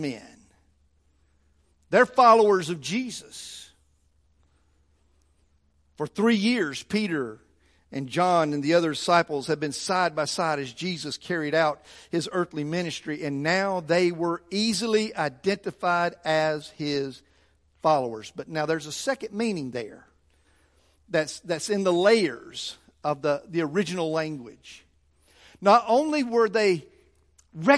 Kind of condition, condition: setting, large echoing room